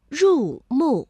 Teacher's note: 两个去声相连，第一个音节变五三，第二个音节保持五一 · Term: 连接变调